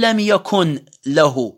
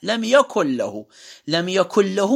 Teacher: ما لفظت النون، خففت تخفيف بحيث عدم وجوده في اللفظ · Shown in: second take · لم يكن يدغم النون في اللام. · Term: الإدغام